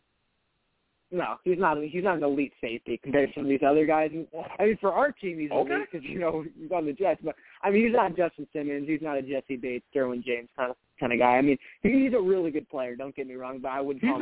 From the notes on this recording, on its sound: I’ll also take live callers!